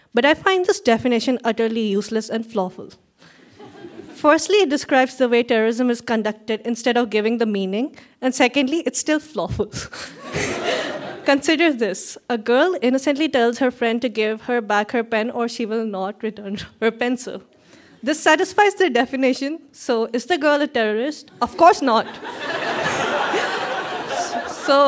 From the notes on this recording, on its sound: Recorded live at the Registry Theatre in Kitchener, ON.